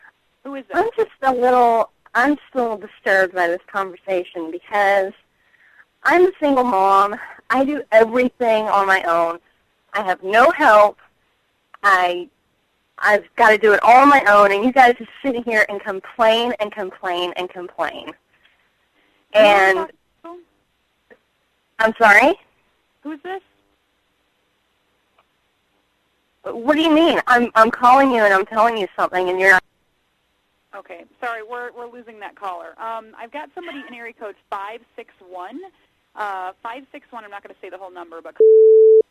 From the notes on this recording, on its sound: Prank Phone Calls.